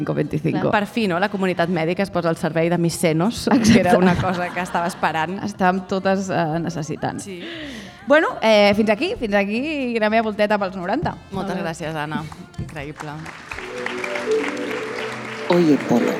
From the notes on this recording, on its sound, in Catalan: Programa en directe des de la Fàbrica Damm a la Jornada de Pòdcasts per combatre la Pressió Estètica.